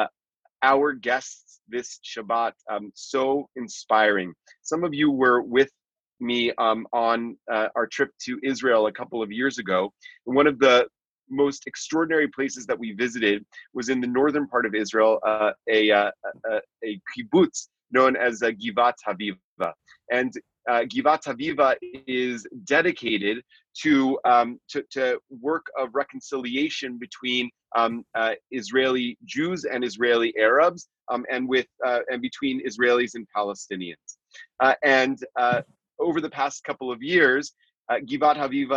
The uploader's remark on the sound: recorded at Temple Beth-El’s virtual Shabbat morning gathering on June 6, 2020